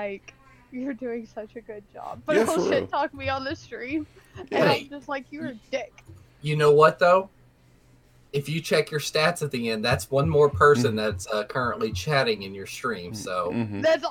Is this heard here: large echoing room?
no